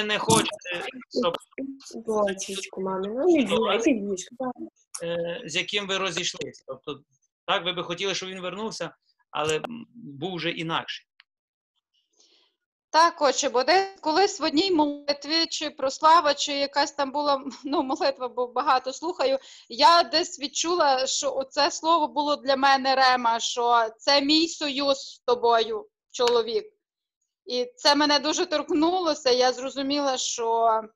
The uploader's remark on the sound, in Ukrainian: Zoom зустріч